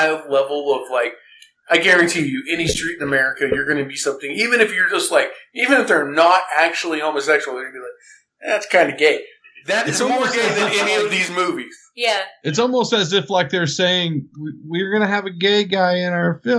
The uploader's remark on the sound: Bad Audio Edition. Our mixer decides it can't power our mics while we talk.